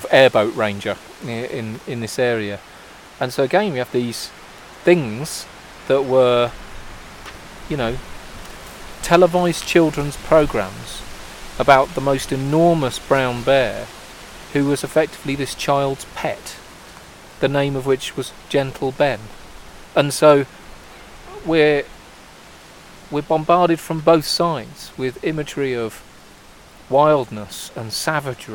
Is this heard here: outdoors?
yes